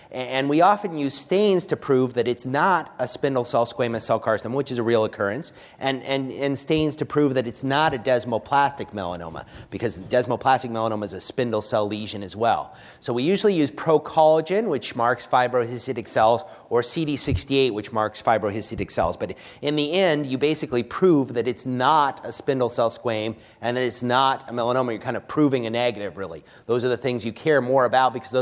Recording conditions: live audience